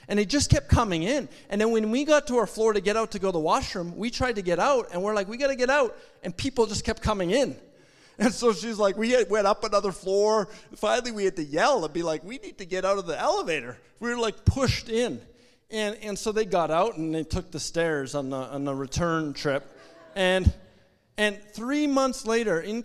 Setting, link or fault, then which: setting, large echoing room